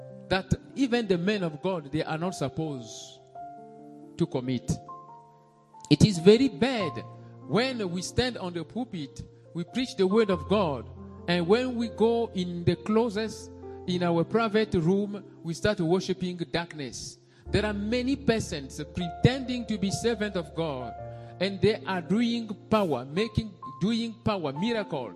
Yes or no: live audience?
yes